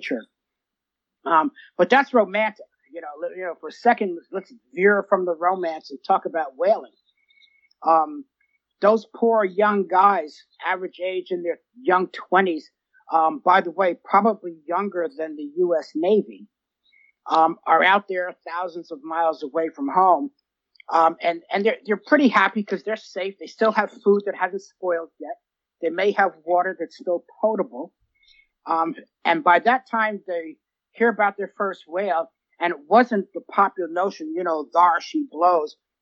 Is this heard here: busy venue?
no